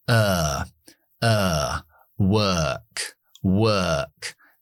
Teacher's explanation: O más R después de W siempre es la schwa larga